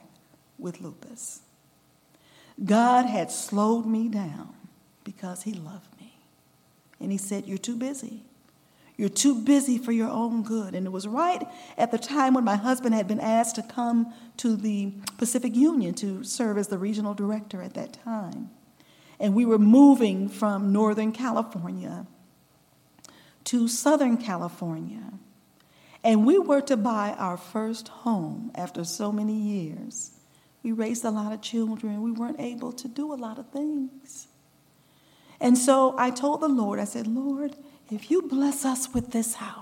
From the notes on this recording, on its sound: recorded June 2, 2023, at Ringgold SDA Church.